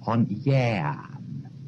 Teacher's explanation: the one spelt E-A in on Yean is rather Ash plus A · Term: diphthong